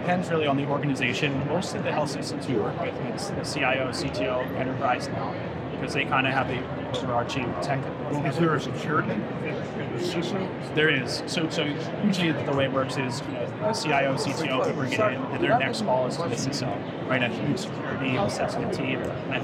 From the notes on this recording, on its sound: Interview in Action live from HIMSS 2023